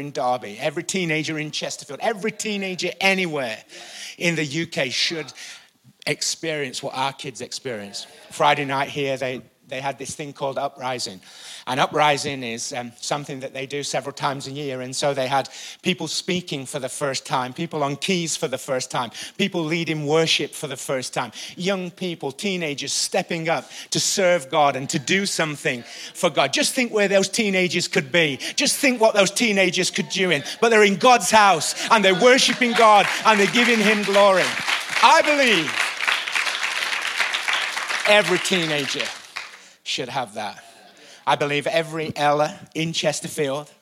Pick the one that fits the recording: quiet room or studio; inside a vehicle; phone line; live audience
live audience